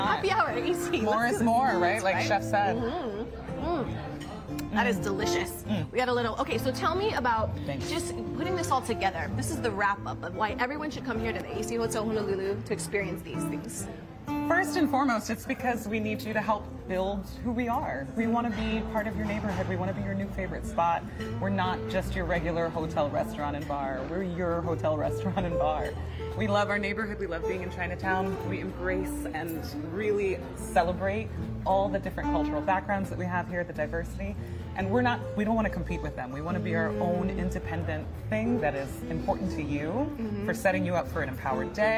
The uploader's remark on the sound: we’re live at Agnes' Portuguese Bake Shop in celebration of Malasada Day